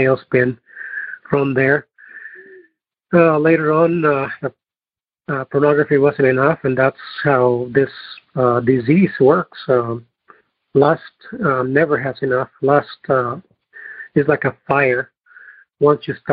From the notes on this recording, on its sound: Noon Phone Speaker Meeting